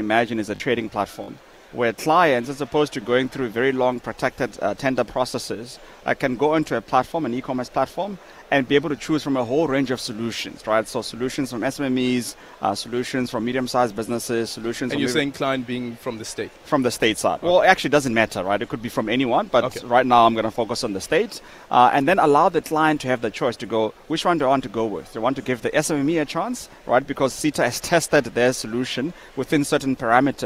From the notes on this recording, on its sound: We are coming to you live from the Durban International Convention Centre where the State Information Technology Agency is hosting GovTech 2023.